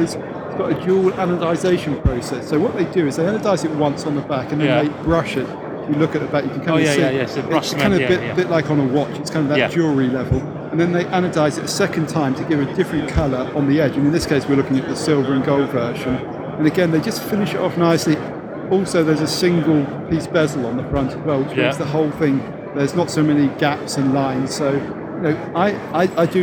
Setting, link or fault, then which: setting, busy venue